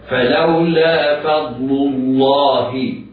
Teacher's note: فهنا على القارئ أن يميز اللام المضمومة بترقيقها من لام لفظ الجلالة المفخمة · الفاء مفتوحة مرققة، بعدها ضاد مفخمة، بعدها لم جاورت لم، لم مضمومة جاورت لم لفظ الجلالة.